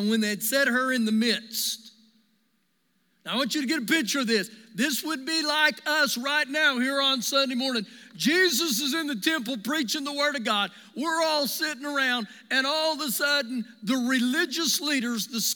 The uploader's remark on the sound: Recorded live during our Sunday morning service.